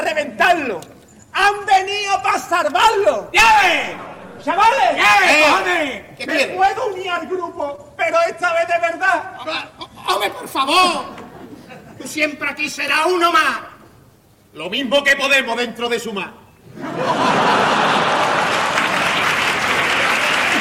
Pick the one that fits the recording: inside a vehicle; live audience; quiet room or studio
live audience